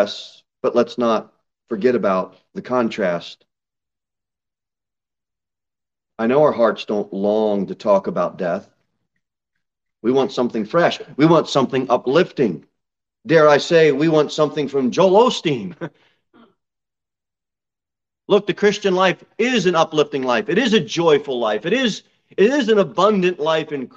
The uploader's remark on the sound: Sermon delivered at Pilgrim Baptist Church